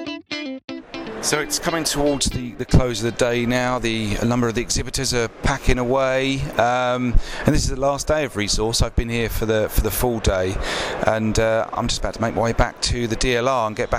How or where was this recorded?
busy venue